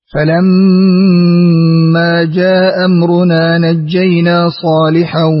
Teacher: قرأت لقالون بإسقاط الهمزة الأولى وقصرت